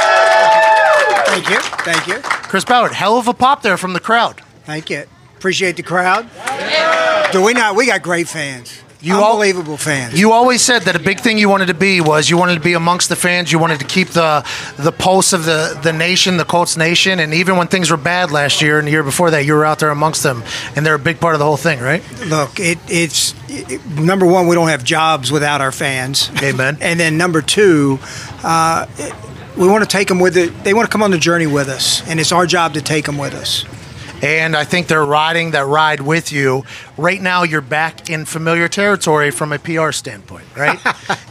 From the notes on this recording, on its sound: LIVE from Colts/Browns Training Camp. LIVE from Colts training camp as they welcome in the Cleveland Browns for a joint practice.